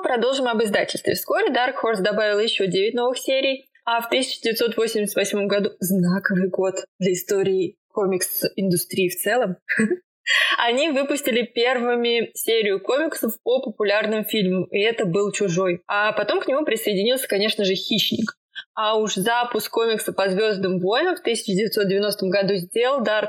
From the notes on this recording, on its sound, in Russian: Хоть и звук в этом выпуске вышел в окно и самоуничтожился.